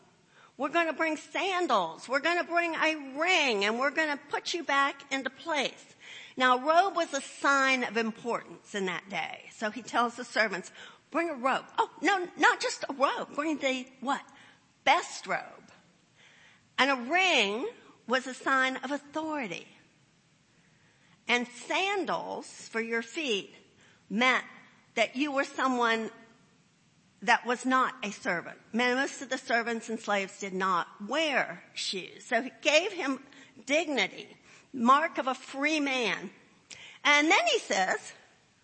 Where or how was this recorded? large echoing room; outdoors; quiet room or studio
large echoing room